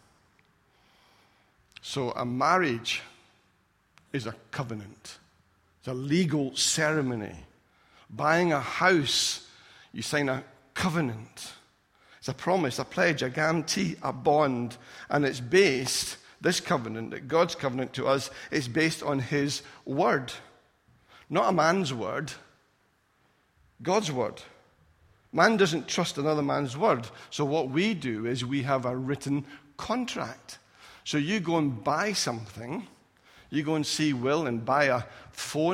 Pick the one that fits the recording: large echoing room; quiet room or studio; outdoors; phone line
large echoing room